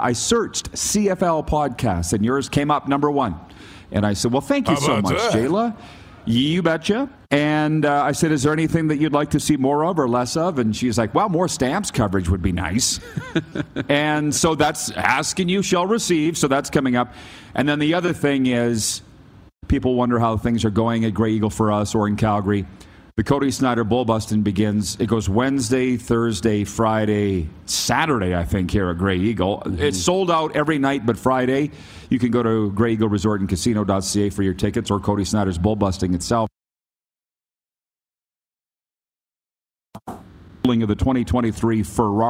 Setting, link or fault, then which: setting, busy venue